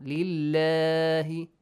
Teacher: The lam in the word Allah is pronounced lightly with an e sound.